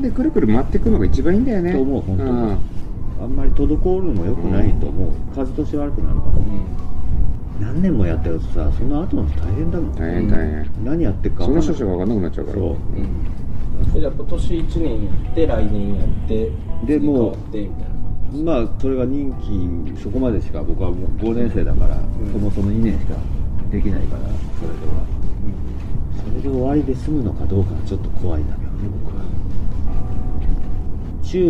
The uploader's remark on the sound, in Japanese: 屋外で収録したため、風の音などでお聞き苦しい箇所があります。ご了承ください